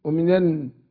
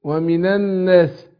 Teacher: اللام في الناس لام شمسية، يعني نقول ومن والنون مشددة. هنا عندنا اللام لام الناس مضغمة في النون زي لام الشمس.